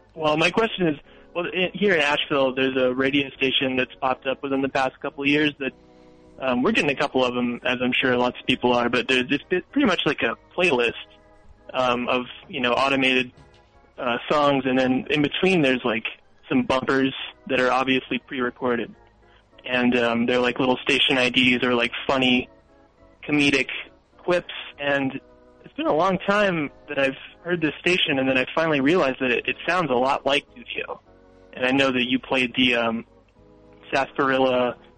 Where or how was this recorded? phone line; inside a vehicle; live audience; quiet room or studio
phone line